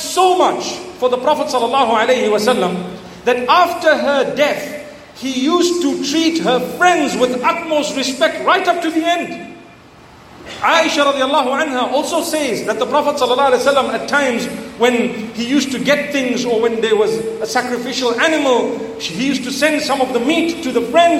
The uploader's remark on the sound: Talk delivered in Zamboanga, Philippines at the ilm Voyage Convention entitled Khairul Quroon.